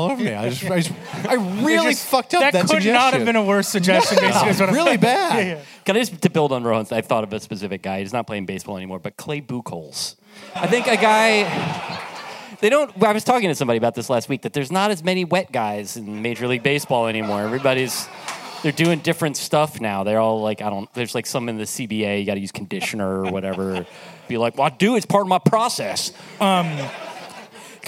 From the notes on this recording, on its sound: The Distraction Live in Brooklyn! The audience asks live and in-person Funbag questions.